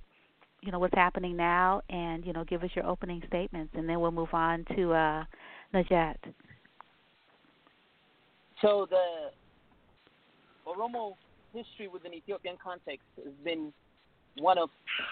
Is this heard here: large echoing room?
no